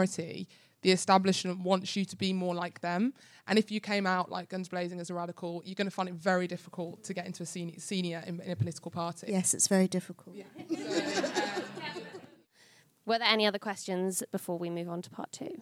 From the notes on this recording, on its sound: Coming to you from the London Podcast Festival. Debut show, live from King’s Place! Recorded 18 September at King’s Place, London.